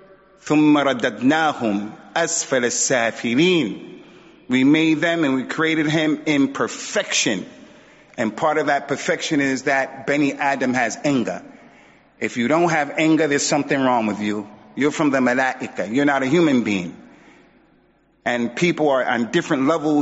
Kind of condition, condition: setting, large echoing room